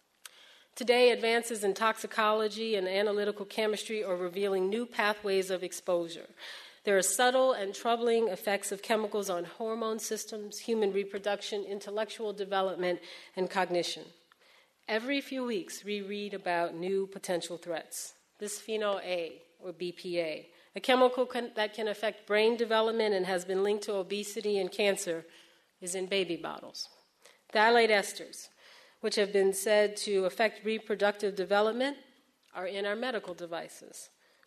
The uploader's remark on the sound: This program was recorded in front of a live audience in San Francisco as part of Climate One at The Commonwealth Club